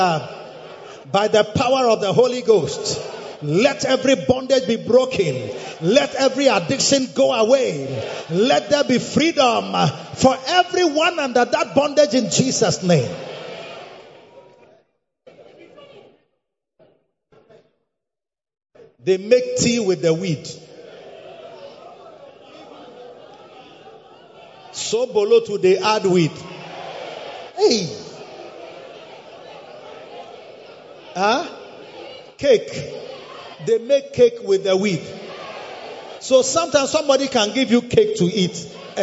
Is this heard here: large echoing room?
yes